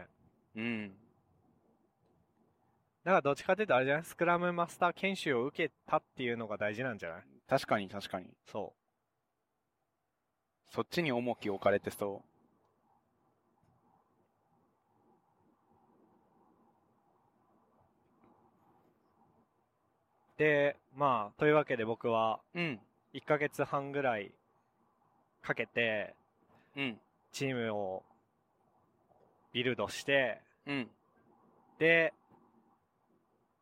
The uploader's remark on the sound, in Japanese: 北海道でドライブしながら収録しました。